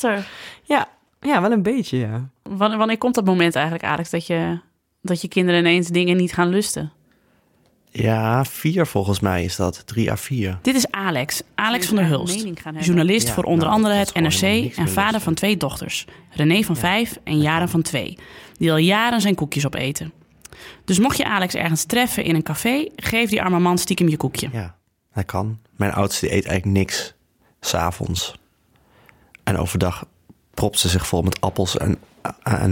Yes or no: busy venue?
no